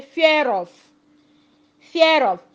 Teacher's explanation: When that word that ends with R is followed by another word that begins with a vowel sound, that R that ends the first word is pronounced by joining the R with the vowel sound that begins the other second word · Term: linking R